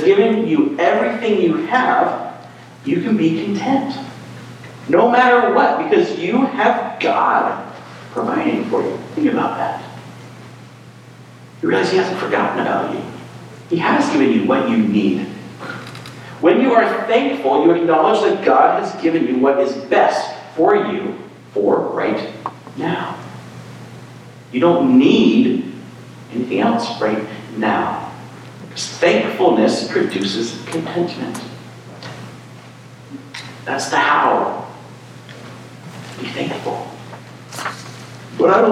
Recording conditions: echo